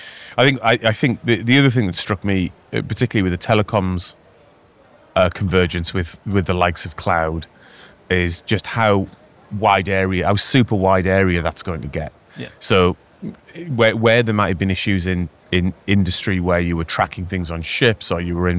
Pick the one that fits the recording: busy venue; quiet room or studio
busy venue